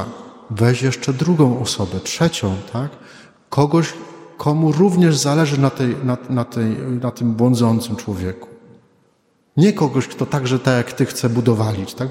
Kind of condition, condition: setting, large echoing room